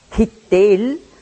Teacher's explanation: Da werden die Vokale IE eingesetzt. Und der mittlere Konsonant, das T, wird verstärkt. Also verdoppelt ausgesprochen.